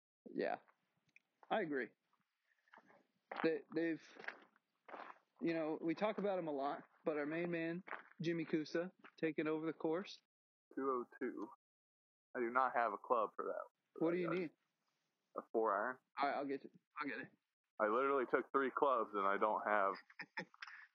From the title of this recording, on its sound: LIVE From the Course!!